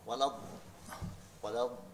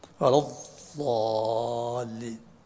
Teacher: يحبس الصوت قليلا قبل الانفراج هكذا شيء. ولض هذه استطالة.